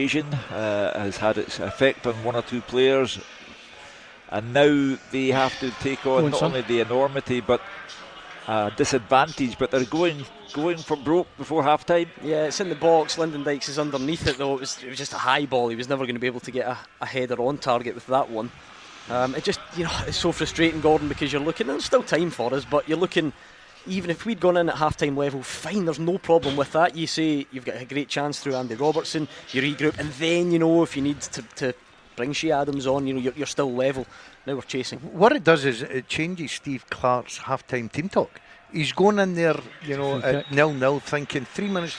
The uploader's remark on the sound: live from Scotland HQ at Drygate Brewery